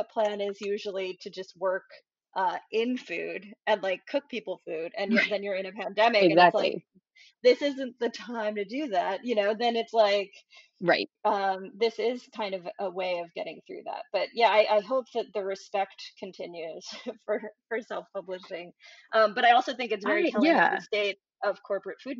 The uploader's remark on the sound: This was the second to last of my interviews done with poor internet, so please excuse any audio glitches.